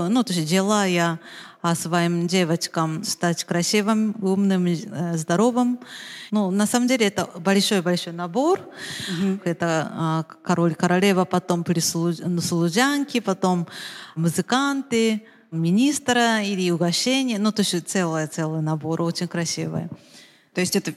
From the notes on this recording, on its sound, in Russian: Открытая запись! Выпуск, записанный вживую!